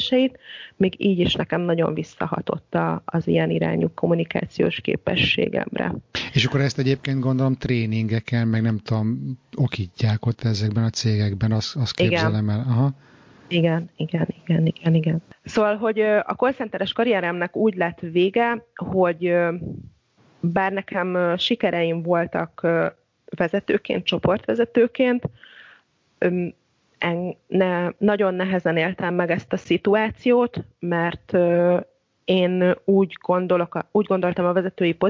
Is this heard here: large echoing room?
no